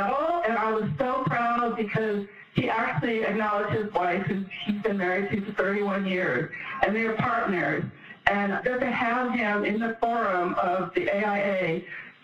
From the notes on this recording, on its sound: The audio was taken from a 2013 presentation she did for the Women in Architecture Lecture Series.